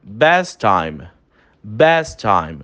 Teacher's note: Os dois T's quase que se juntam · Term: Connected Speech